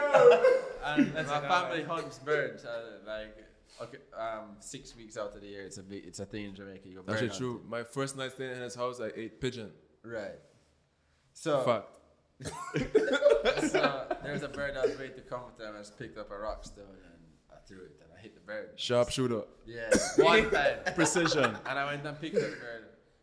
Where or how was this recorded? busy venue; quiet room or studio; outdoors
busy venue